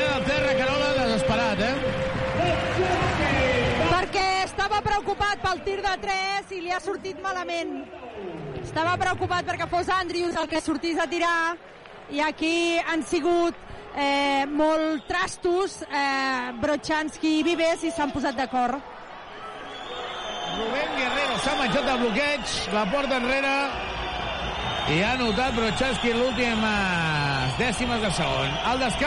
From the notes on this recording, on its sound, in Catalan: Transmissió en directe del partit